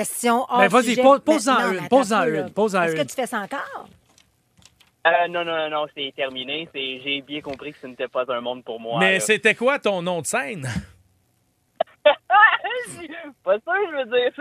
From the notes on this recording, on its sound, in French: Nous appelle en direct!